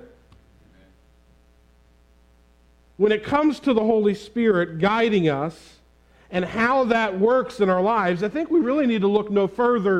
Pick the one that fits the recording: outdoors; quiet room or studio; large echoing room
large echoing room